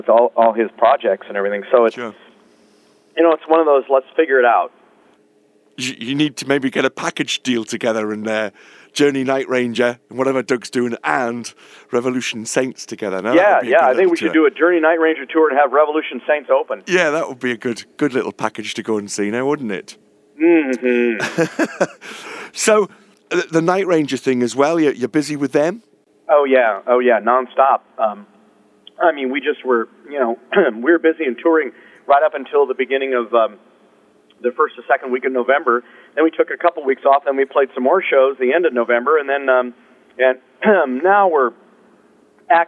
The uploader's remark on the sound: In this phone interview